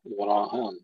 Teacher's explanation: إذا هشام يقرأ كلمة إبراهيم أينما جاءت في سورة البقرة بكلمة إبراهام بالألف مع فتح الهاء بدل الياء وكسر الهاء